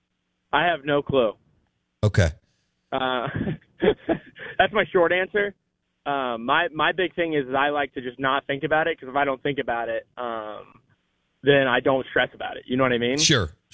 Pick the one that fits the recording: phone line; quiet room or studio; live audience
phone line